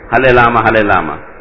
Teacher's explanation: For them the Ra is very difficult, Ra is not there. Only La is there.